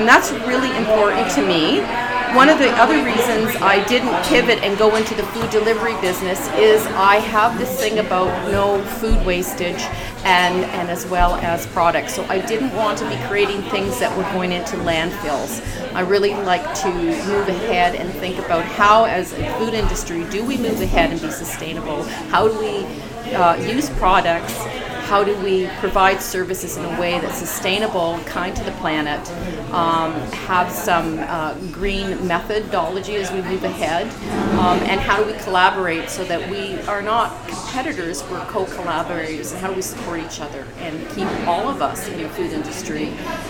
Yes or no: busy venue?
yes